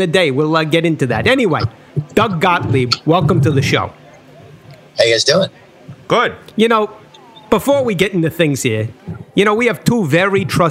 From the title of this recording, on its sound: LIVE from Bally's in Atlantic City!